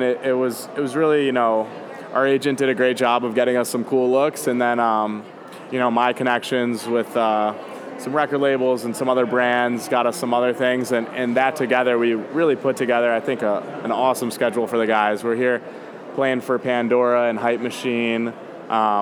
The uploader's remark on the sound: Recorded at SXSW 2016.